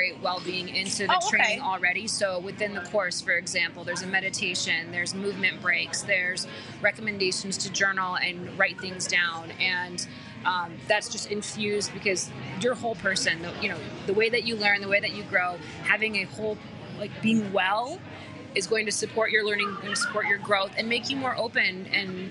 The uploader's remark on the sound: On this LIVE Club House conversation. Live in a coffee shop. Club House convo.